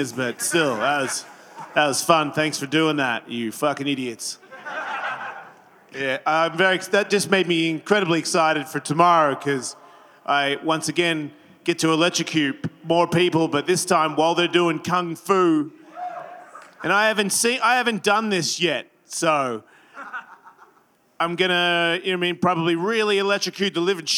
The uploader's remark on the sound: LIVE at Skankfest 2023